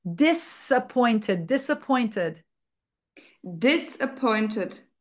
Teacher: Careful, because it's not a z, it's a s.